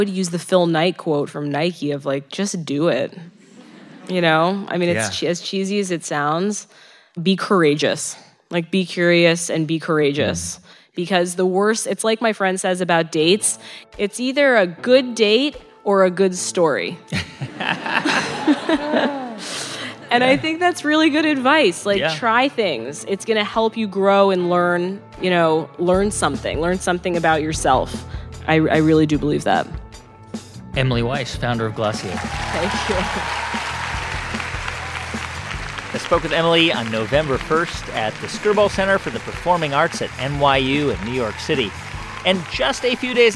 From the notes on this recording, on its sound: Recorded live in New York City.